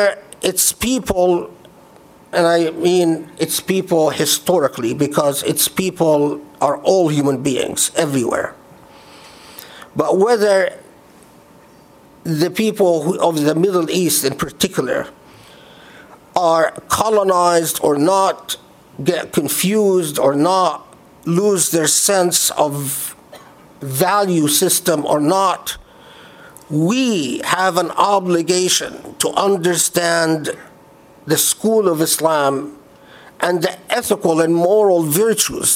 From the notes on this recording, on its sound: Delivered at the Islamic Center of Southern California, Los Angeles, CA on Friday, July 20, 2018.